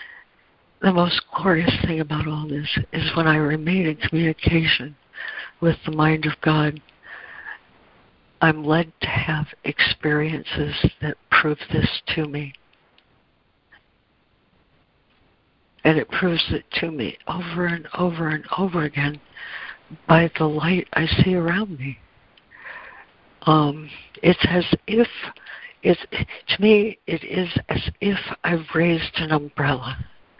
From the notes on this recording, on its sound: ACIM Daily Conference Call.